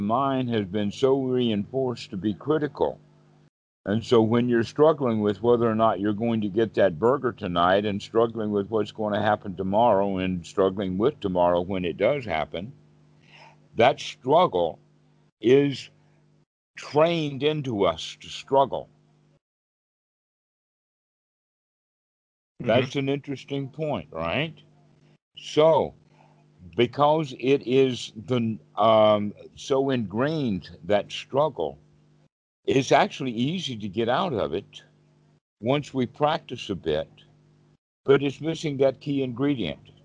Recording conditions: video call